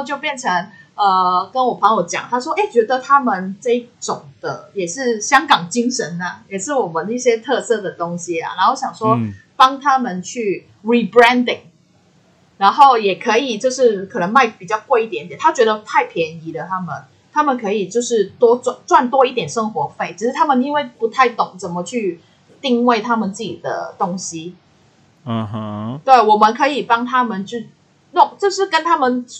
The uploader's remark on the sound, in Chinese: 錄音程序：台北、香港的異地錄音～。今天的錄音品質有點問題，煩請見諒！